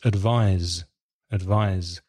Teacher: The verb advise has an S, but it sounds like a Z